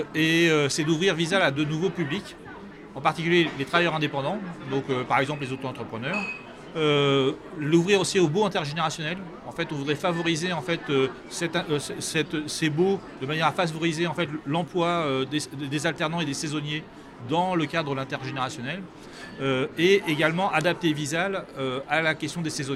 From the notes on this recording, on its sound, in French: Ce podcast a été enregistré à Immo, le congrès de la FNAIM à Paris les 4 et 5 décembre derniers.